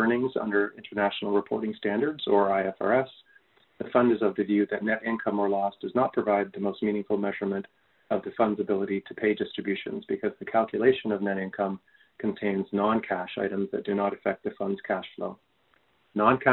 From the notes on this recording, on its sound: Fourth quarter 2021 earnings call for Boston Pizza Fund.